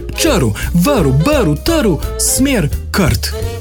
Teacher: Polglasnik pa izgovarjamo tudi ob vsakem r, ki ne stoji ob samoglasniku.